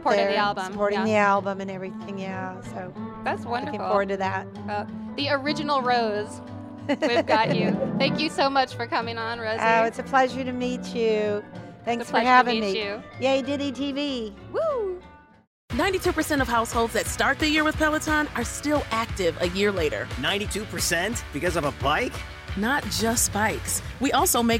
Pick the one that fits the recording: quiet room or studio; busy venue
busy venue